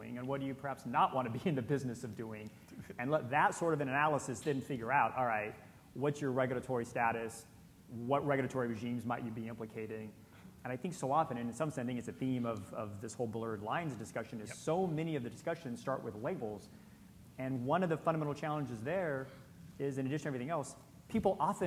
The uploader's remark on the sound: In this podcast, from New York's Crypto Evolved conference